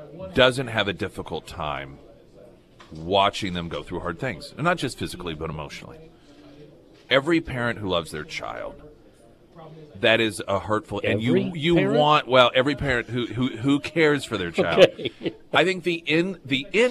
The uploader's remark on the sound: live at Scramblers Diner